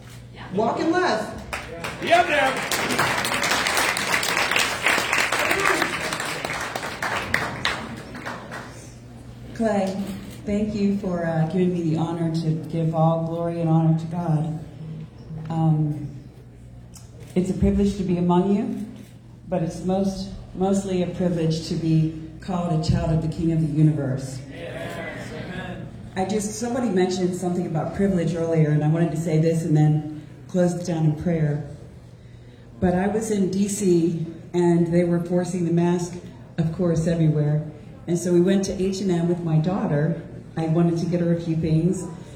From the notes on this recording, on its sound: LIVE from Tulsa